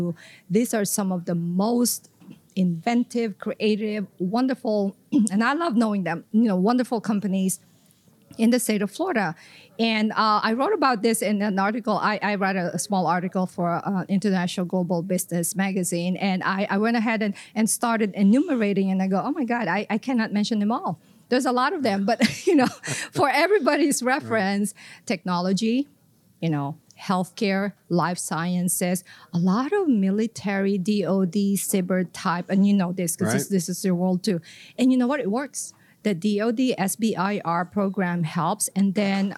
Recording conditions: busy venue